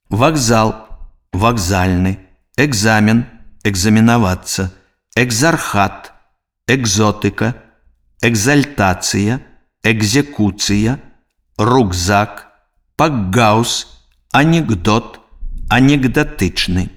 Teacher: Глухі зычны «к» перад звонкімі зычнымі «з», «г», «д» у сярэдзіне слова вымаўляецца як выбухны «г».